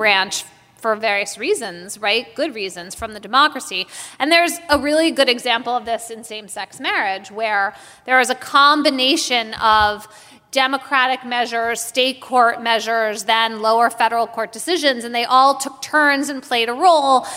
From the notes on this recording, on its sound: Live in Washington D.C. Live and on stage.